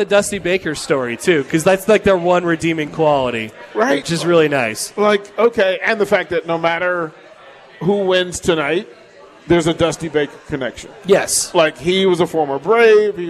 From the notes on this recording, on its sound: Live from Upside Bar and Lounge (27th & Pine Lake)